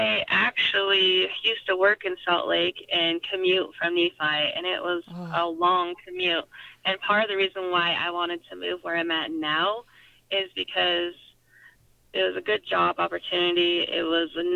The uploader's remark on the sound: joined on the phone